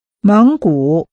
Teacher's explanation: The tones are rising and falling rising.